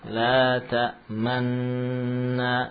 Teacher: gunnah pada nun musyaddadah adalah gunnah yang paling sempurna. · Term: gunnah akmal